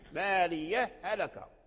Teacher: الإدغام هو إدخال حرف في حرف، إدغام حرف إدخال حرف في حرف، فيصير حرف واحد مشددا ولا يرتعد اللسان في الكلمة ارتعادة، لأن لو قلنا مالية هلك لسان كيرتعد ارتعادة يتحرك حركتين، لكن إذا أدغمت فاللسان يرتعد ارتعادة واحدة مالية هلك، فيدخل الحرف الساكن في المتحرك، وهذا هو الإدغام.